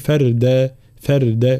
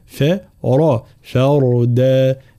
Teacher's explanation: را ساكنة مسبوقة بفتح فإننا نفخمها · Shown in: second take · فلا نقول فردا فردا، لا فرا فردا هكذا.